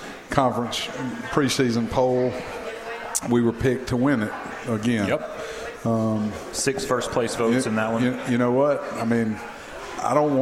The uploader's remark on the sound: with the show being broadcast live from Moes Original Barbecue in Old Cloverdale